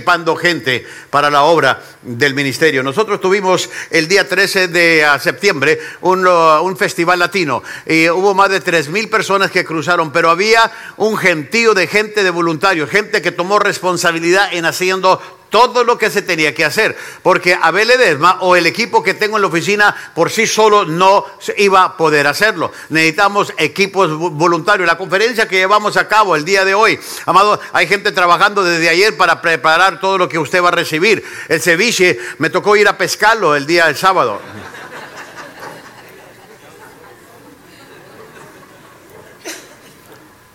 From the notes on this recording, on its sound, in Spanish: Esta lección fue grabada en vivo durante las conferencias de “Liderazgo Enfocado” en la iglesia Centro Familiar Cristiano .